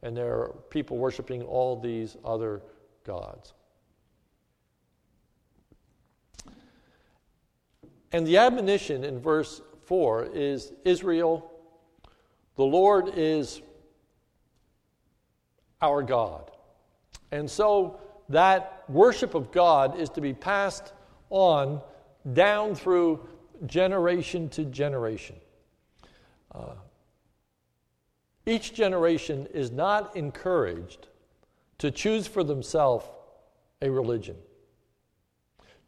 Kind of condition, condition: setting, large echoing room